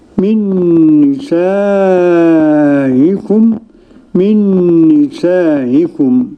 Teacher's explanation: القصر والمد ست حركات مع التسهيل عند الوقف لحمزة